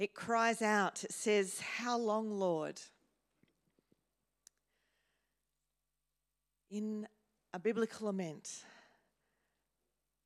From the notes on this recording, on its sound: first preached in C3 Bathurst on 19 November 2023